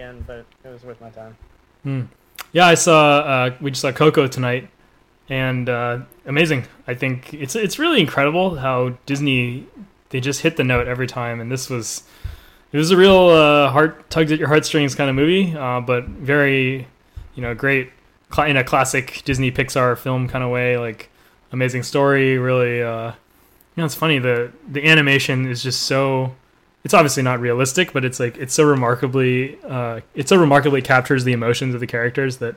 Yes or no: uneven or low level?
yes